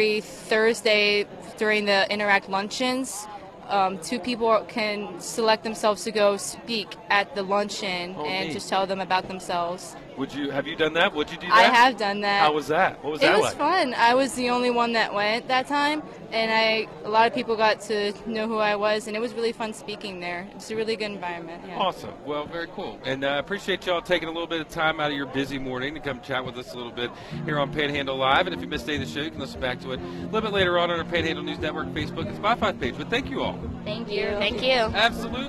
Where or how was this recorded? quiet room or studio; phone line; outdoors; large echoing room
outdoors